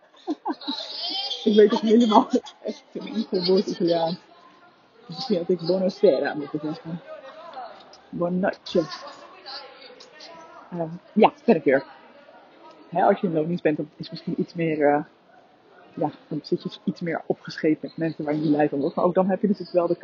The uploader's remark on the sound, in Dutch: Live door de straten van Bologna. Audiokwaliteit is kak.